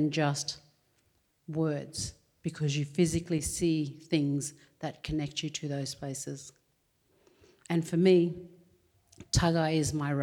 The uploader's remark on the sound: Recorded before a live audience at the Art Gallery of South Australia.